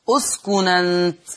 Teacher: النون ساكنة وما بعدها همز مفتوح، تحذف الهمزة وناخد حركة الهمزة اللي هي الفتح